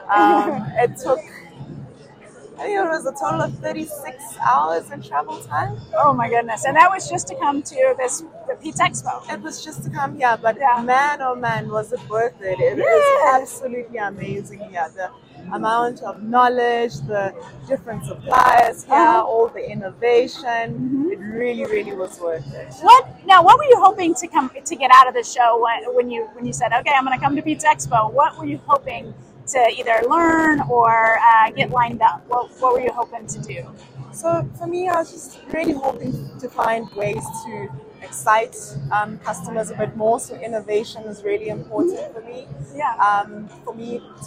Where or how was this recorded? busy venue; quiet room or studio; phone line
busy venue